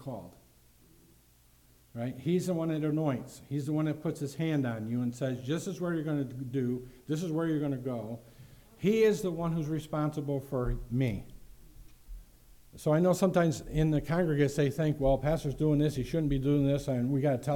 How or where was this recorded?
large echoing room